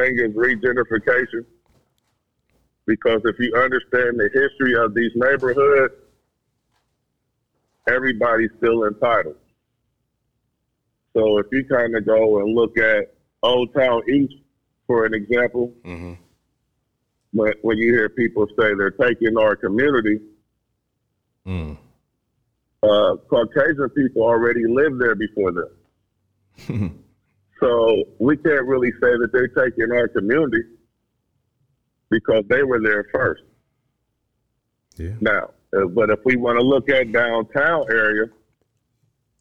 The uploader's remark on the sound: IN THIS EPISODE WE HAVE TWO SPECIAL GUEST CALL